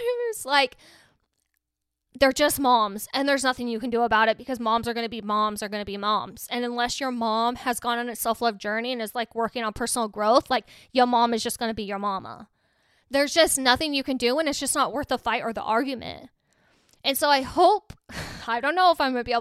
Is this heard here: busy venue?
no